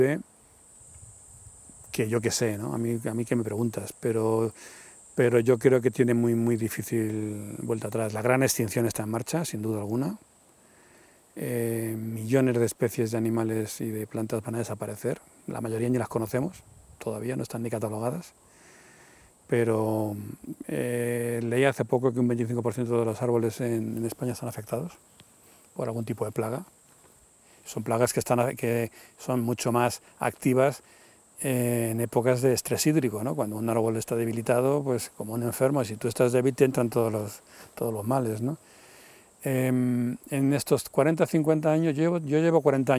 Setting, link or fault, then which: setting, outdoors